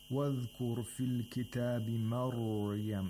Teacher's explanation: the ra has to be pronounced with tafkhim and with tawassut and without qalqala